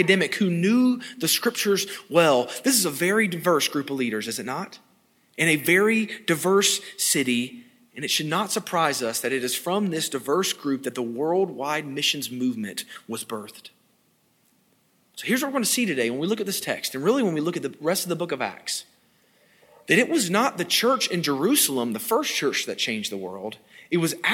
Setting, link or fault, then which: setting, large echoing room